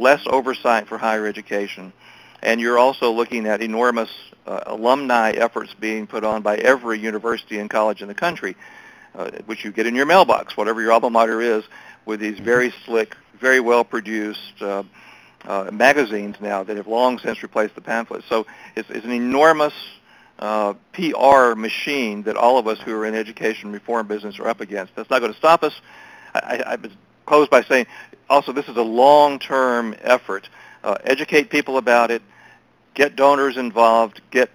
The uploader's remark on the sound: briefed MEF in a conference call on November 21, 2018